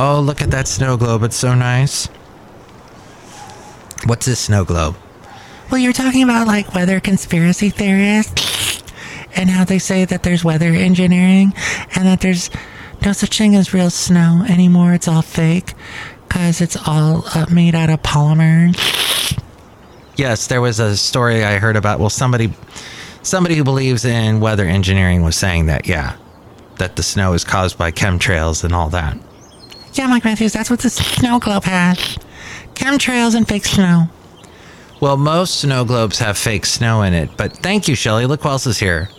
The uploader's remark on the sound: podcasts live from Cafe Anyway